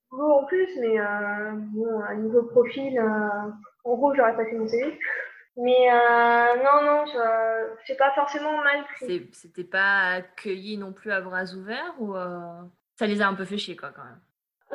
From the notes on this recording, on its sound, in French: C’est mon premier interview enregistré en période de confinement donc désolé pour le son